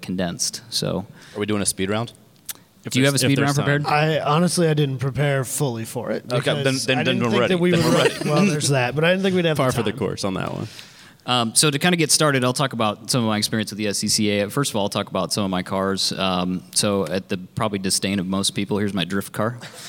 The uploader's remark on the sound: Live at SCCA National Convention in Las Vegas. Record our first live podcast at the South Point Hotel in Las Vegas during the 2019 SCCA National Convention.